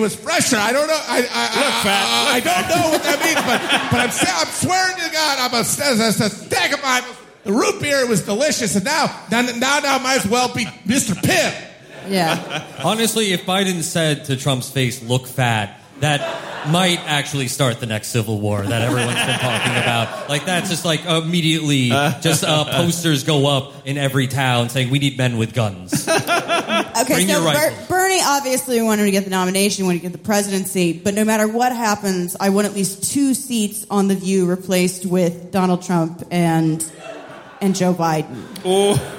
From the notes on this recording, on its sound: Live in London. Our live show from Dec. At Bush Hall, London.